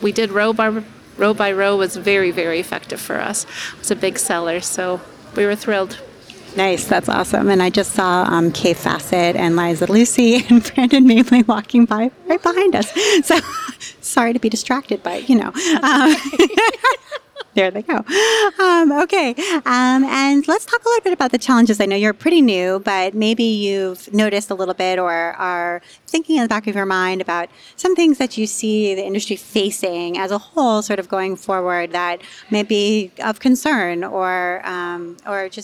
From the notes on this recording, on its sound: Recorded at Fall Quilt Market in Houston, Texas. I did man-on-the-street style interviews with shop owners I’d never met before, walking up to them while they were in line for Sample Spree or sitting down with them at the round tables outside of the Schoolhouse classrooms.